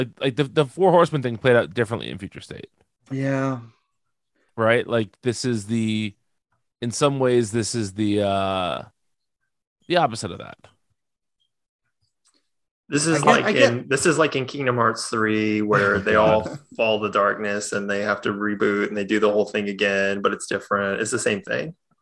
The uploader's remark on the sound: The boys get Zoom working again